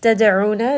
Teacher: dal is going to have qalqala, so give it a bit of that bounce